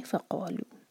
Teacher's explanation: ف ایک حرکہ، قا دو حرکہ، مد تبعی اور لو دو حرکہ، دمہ کے بعد واو، مد تبعی، اور اس کے بعد جو الف لگا ہے اس کے اوپر چھوٹی سی زیرو ہے.